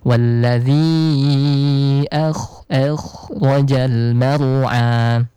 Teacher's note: Walladhi akh, jangan akh, tapi akh. Itu ya, di tafkhim dibulatkan sedikit, Bunda